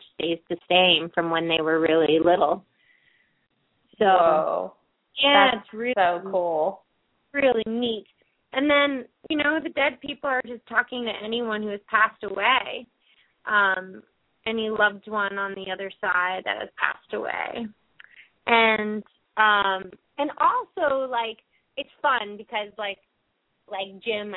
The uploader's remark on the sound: open up the lines for listeners to call